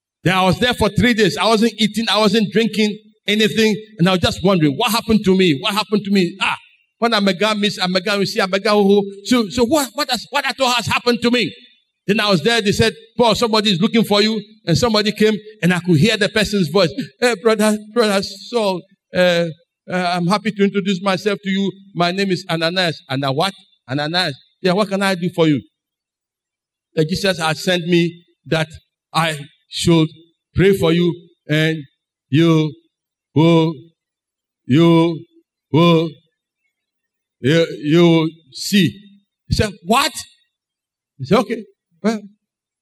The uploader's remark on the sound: Sermon preached at CBC Adabraka Campus